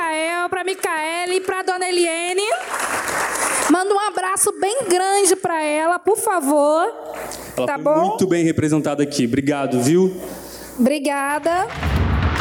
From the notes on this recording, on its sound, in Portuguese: Esse programa foi gravado ao vivo. Durante a programação infantil da Festa Literária das periferias - Flup 2023. Conversaram com moradores do Morro da Providência.